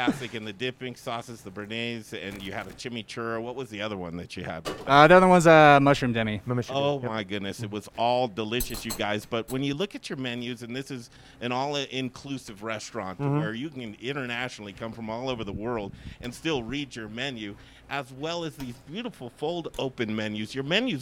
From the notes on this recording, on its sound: Live from Monarch Casino Resort Spa!